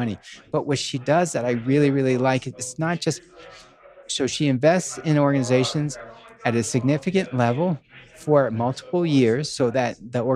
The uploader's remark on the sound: We are live again from the GoBundance event